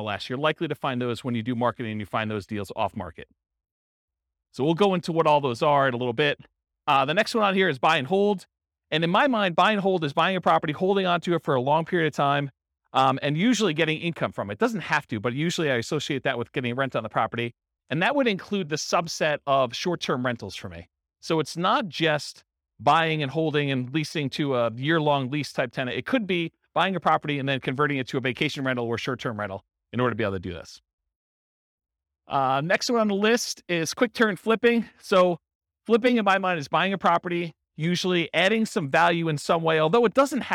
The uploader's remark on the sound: This was a live class recorded.